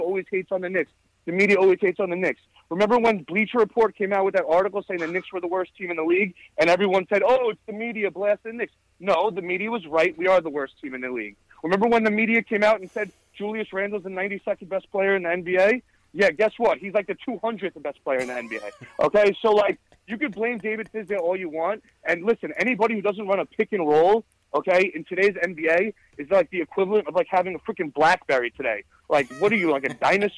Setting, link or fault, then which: link, phone line